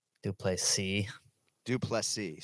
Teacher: we emphasize the last syllable